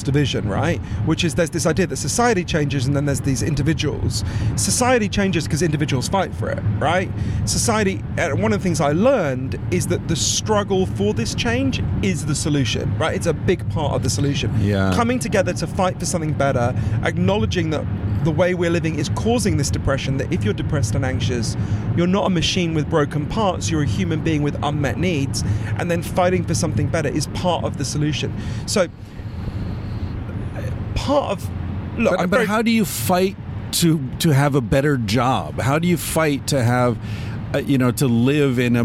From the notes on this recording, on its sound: The second part is in my car, headed south on the 405.